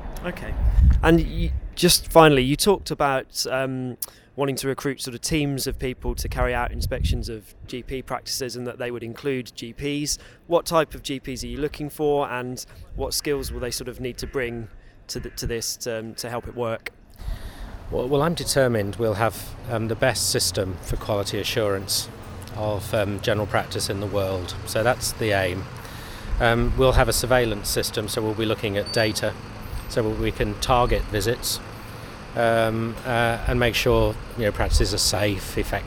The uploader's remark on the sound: recorded at the National Association of Primary Care's annual Best Practice conference